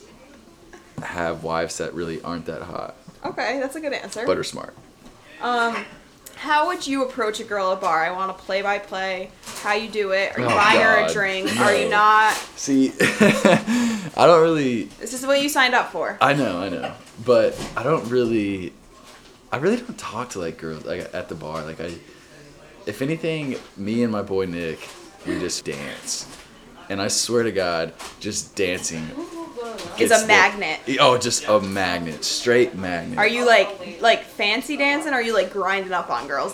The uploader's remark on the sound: We are live from Boston pre Super Bowl and it starts to get rowdy.